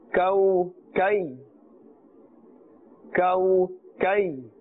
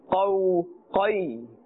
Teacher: So this has a flatter sound compared to the qaf, which has a full sound.